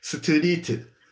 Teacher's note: 还有这个 R，它跟日本人是一样的，就会变成一个，我们听起来比较像 L 的音